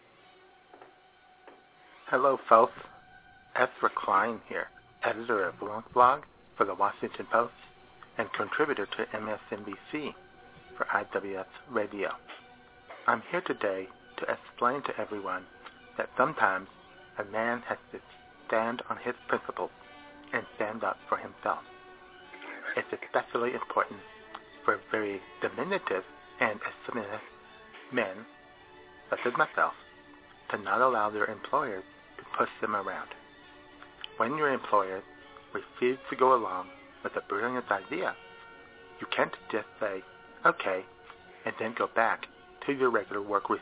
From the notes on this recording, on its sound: All that plus your phone calls.